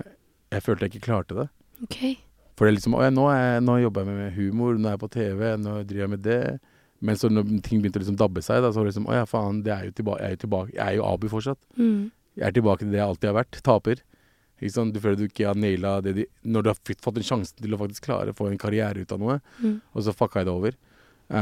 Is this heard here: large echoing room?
no